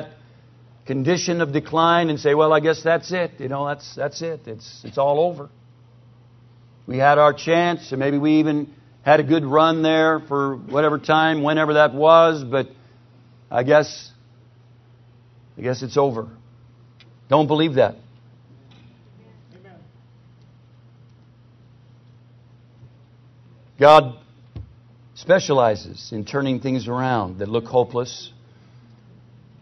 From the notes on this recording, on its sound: PREACHED IN NW BIBLE CONFERENCE 2008